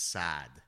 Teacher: Most people will just extend the A, so it just becomes Saad